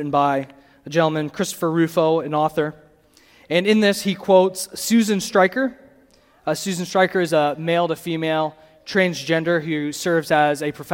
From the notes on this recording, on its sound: the audio from the Saturday Morning Session of the 2023 Bible Conference at CityGate Church in Portage, MI